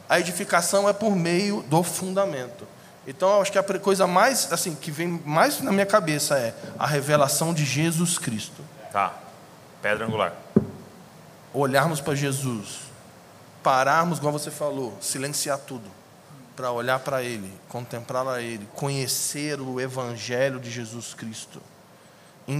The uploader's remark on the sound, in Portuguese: gravamos esse bate papo ao vivo na conferência LIDERE COMO JESUS